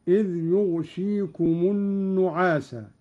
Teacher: قرأ قالون بإسكان الغين وكسر الشين مخففة هكذا: إذ يغشيكم النعاس.